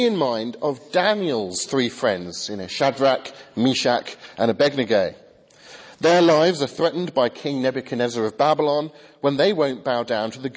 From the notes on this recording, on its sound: Remembrance Sunday sermon from the 8 am service at Highfield Church, Southampton.